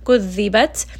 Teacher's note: Dal is a letter of qalqala, qutub jad, so we are going to give it a bit of bounce. Kudhibat. And then here, ta is going to have hams, so make sure that you give it a little bit of air after you stop here on the sukun.